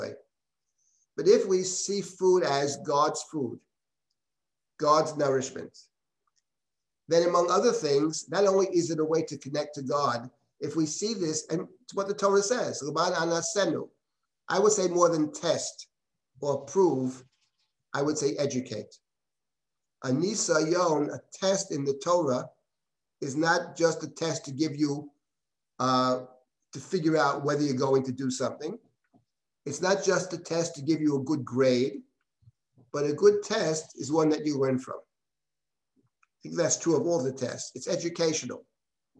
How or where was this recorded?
video call